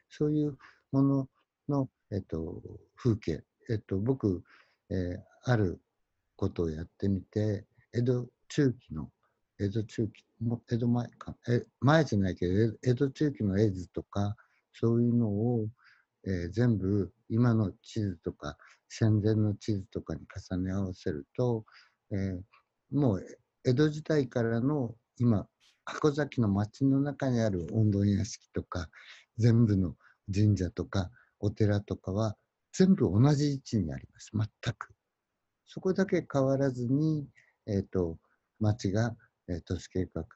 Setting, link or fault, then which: link, video call